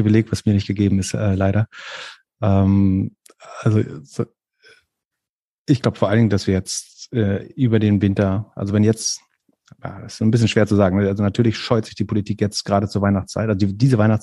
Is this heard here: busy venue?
no